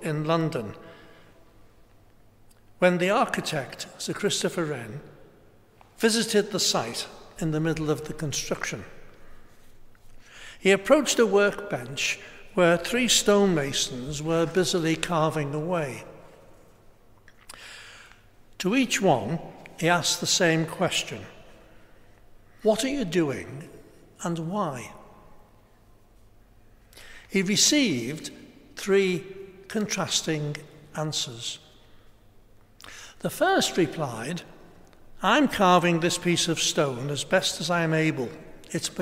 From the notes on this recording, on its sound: Celebrated a special Mass for those affected by the COVID-19 pandemic. Preached in the Blessed Sacrament Chapel of Liverpool's Metropolitan Cathedral of Christ the King.